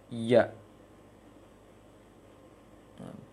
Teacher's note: Ya keluarnya adalah dari tengah lisan dan langit langit atas.